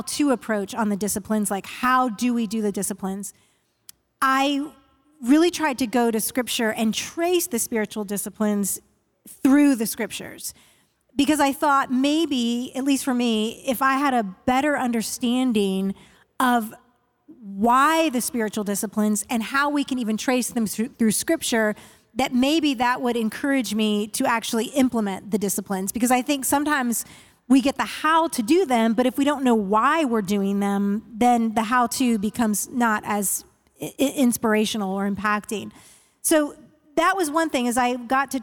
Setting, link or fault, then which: setting, live audience